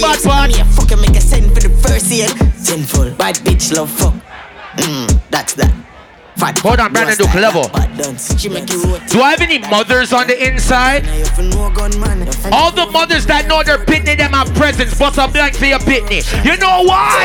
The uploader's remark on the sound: Live Audio from the Youngest & Baddest Duo at "WUK U" !